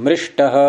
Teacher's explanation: तो यहां मृष शकार के साथ में तस का तकार आ गया, उसको इसने मूर्धन्य टकार कर दिया, तो मृष्ट ये बन जाएगा, हो गया।